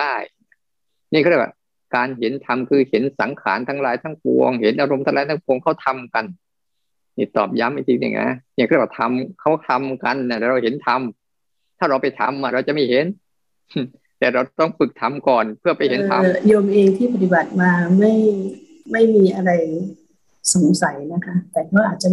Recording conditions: video call